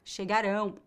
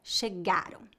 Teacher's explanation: Essa pronúncia com a sílaba tônica no final indica o tempo futuro. · Shown in: first take · No passado, a pronúncia correta é chegaram.